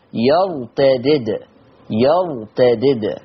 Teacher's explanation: الدال الأولى مكسورة والتانية ساكنة · Term: قلقلة